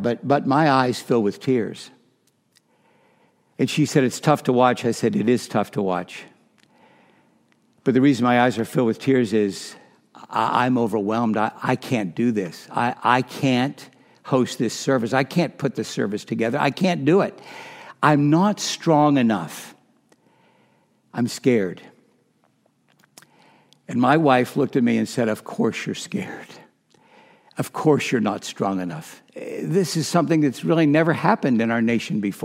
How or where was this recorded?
large echoing room